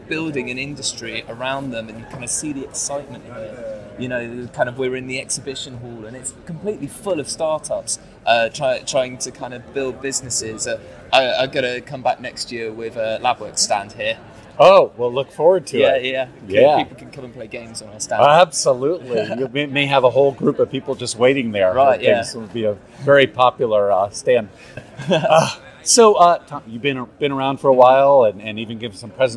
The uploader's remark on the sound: Was at the Project Voice conference in Chattanooga Tennessee. Project Voice Conference - Interviews #3.